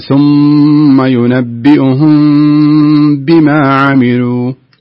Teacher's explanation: هذا نسميه إخفاء شفوي، إخفاء شفوي. نعطيه حكم حركتين